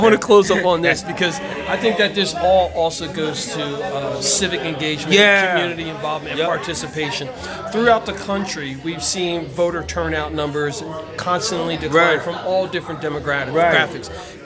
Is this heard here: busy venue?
yes